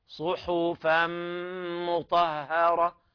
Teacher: نبين ترقيق الحاء والفاء لأنها مجاورة لحرف الصاد، والصاد حرف مستعلي يعني مفخم